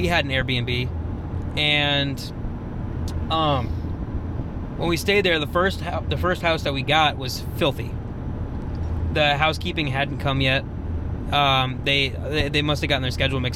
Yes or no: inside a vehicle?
yes